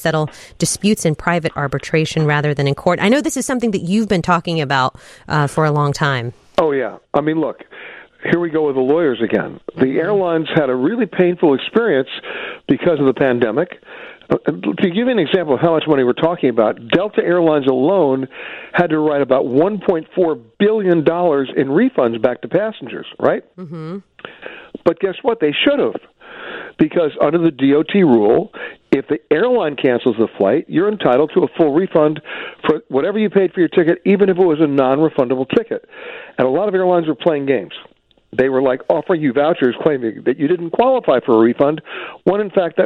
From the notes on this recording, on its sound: he takes your phone calls